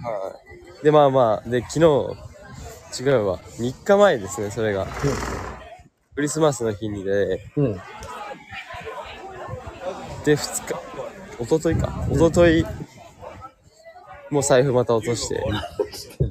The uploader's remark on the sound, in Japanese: メルボルンの年末モードを街中からつたえる。臨場感たっぷりに収録しました。